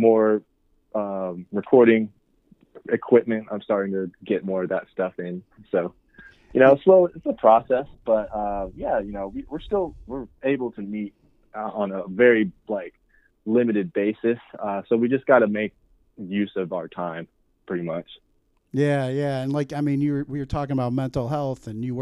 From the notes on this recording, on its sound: phone interview